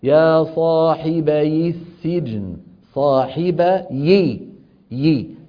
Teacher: التقى ساكنان بعد حذف النون، فنحرك الأول منهما وهو الياء بالكسر